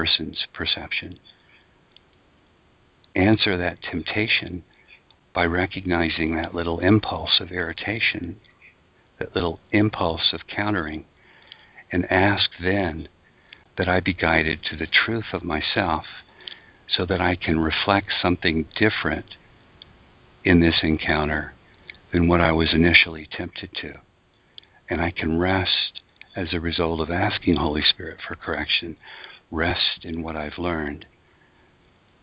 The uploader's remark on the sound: ACIM Daily TEXT Conference Call